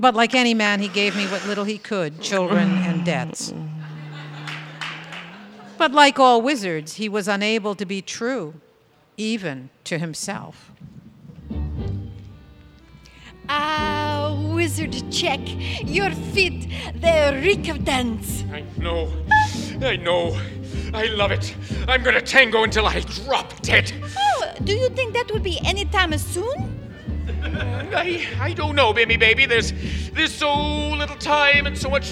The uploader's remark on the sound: recorded before a live audience